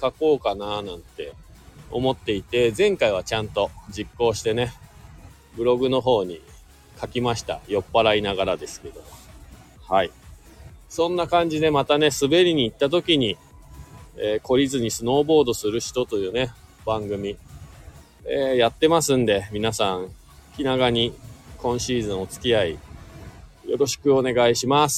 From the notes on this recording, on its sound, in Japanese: 本日、白馬岩岳スキー場で滑り終了後 車の中から